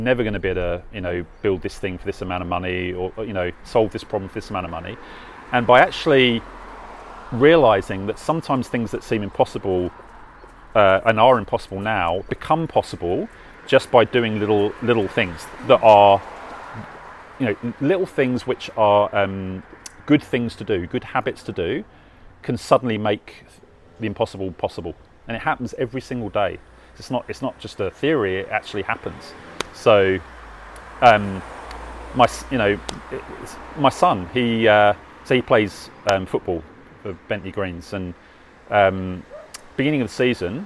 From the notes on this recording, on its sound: We were in a lovely little cafe called The Little Elephant: in Highett, but because of a microphone issues I had, I had a background mic on and you’ll hear a lot of background cafe noise in the recording, I’ve tried to pull it back as much as possible, but as a result my questions are pretty faint. He comes across loud and clear, exactly as he sounded to me.